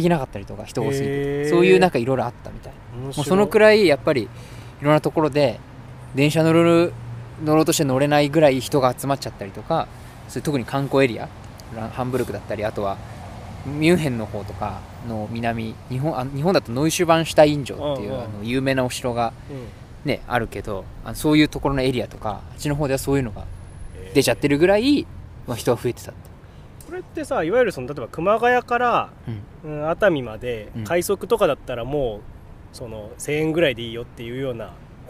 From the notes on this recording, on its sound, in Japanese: ツキイチ焚火ラジオ in ドイツ。ドイツで青空公開収録。